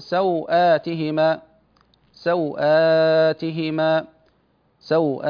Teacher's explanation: وهي قصر الواو مع تثليث البدل وتوسط الواو مع تثليث البدل، هذه 6.